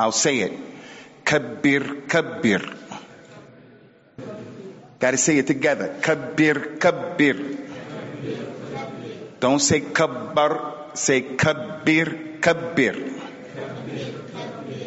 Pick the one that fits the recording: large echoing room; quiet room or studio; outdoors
large echoing room